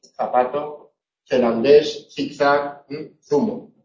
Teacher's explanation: La interdental fricativa sorda, Z, se representa mediante la letra Z, el sonido, el fonema es el interdental fricativo sordo